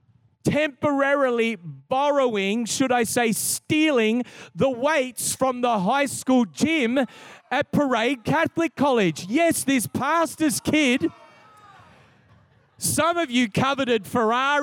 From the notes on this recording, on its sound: This is the message from the 1st night of our Three Nights of Fire. Recorded in a 7pm service on Friday, the 21st of October 2022.